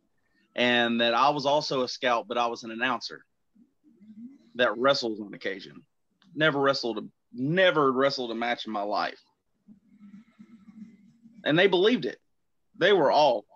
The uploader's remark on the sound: joins me on Zoom